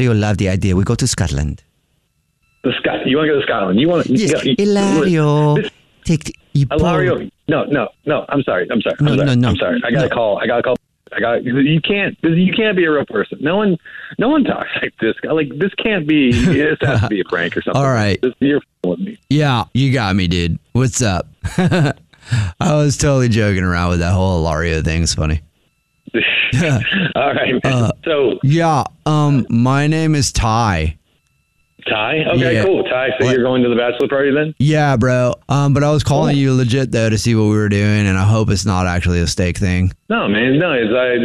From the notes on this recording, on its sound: In today's Phone Prank